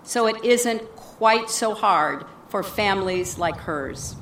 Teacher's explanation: At the end of the sentence, when she dramatically drops the vocal pitch and she uses creakiness in her voice